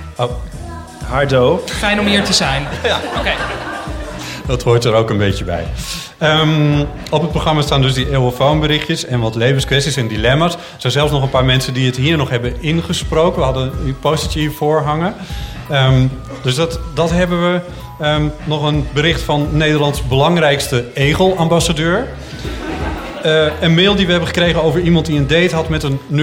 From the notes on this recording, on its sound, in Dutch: Op zaterdag 24 augustus 2019 waren we te gast op het Groningse Performance Arts Festival Noorderzon